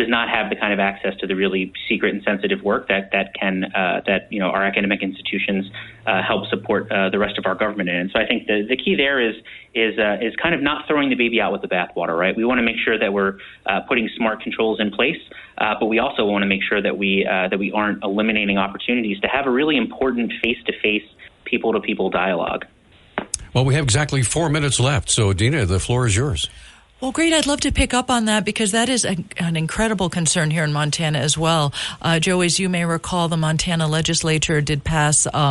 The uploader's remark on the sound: Mansfield Center. We had open phones during the first hour.